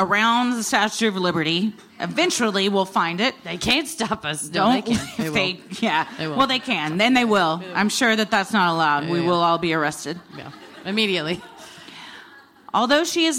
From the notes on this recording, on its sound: Recorded live at City Winery in NYC